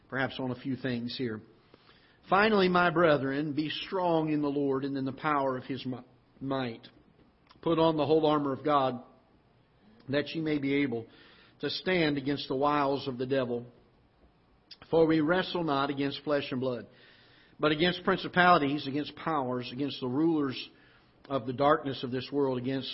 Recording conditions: large echoing room